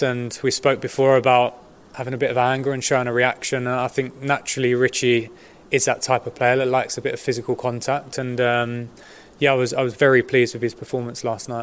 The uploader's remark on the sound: FULL PRESS CONFERENCE